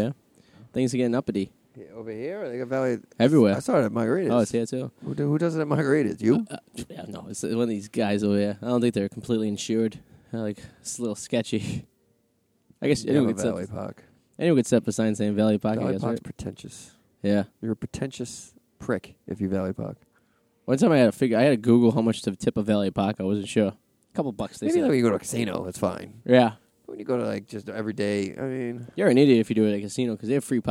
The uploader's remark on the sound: live At the Comfort Inn in Revere